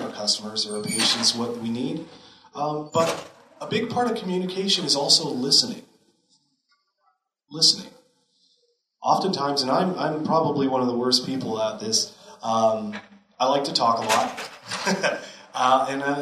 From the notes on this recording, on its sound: Here is part 7 of the audio from the Helena Montana Medical Growers Assocation Cannabis Symposium that I went to back in September.